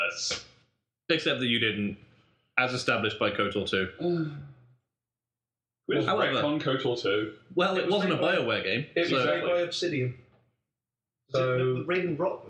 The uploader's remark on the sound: Apologies for the sound quality, technical issues arose and this is what was salvaged form the wreckage.